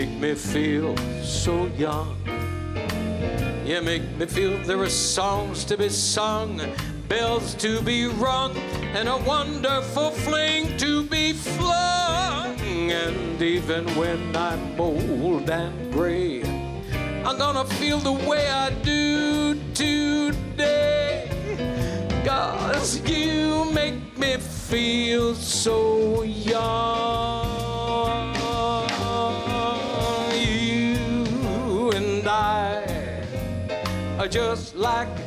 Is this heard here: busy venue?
yes